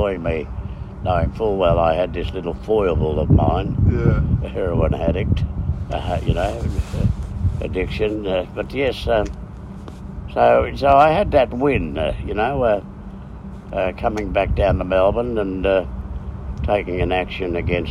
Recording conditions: phone or laptop microphone